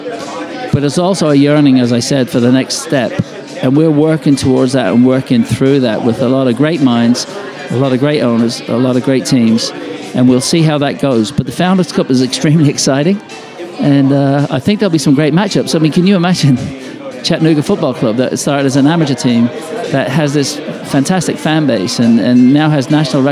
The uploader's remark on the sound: Live at the Bar of the US Soccer AGM